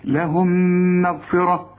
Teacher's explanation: عندك الميم الأولى بدون تشكيل، الميم الثانية متحركة يعني مفتوحة أو مضمومة أو مكسورة، فالميم الساكنة بتخش في الميم دي تبقى ميم دوبل كده